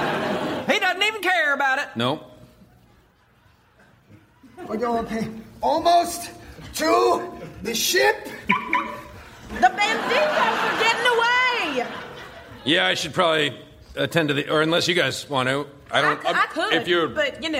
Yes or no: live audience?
yes